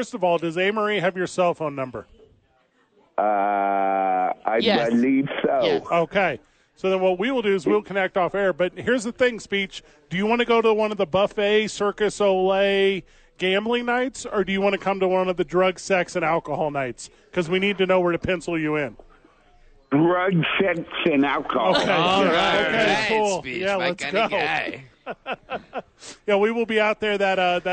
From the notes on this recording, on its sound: live at Howies to watch the National Championship Game